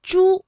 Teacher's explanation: 它这个舌尖呢是要抵住或者是接近硬腭的前部来发音的